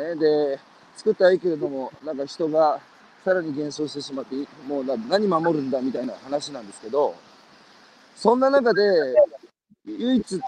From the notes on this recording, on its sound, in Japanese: 歩きながら1時間、対談する。